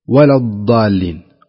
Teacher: أو يكون تفريط ويقول ولا الضالين وينطقها دال